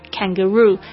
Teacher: 你就会发现这个 roo 讲得好重哦，所以呢重音的确是在 roo 上面